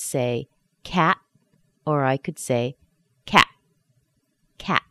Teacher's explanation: The T is held inside, or sometimes, and this is a little bit tricky, we don't even pronounce the T at all. We will hold the T inside of the throat, and this is what we call a glottal stop.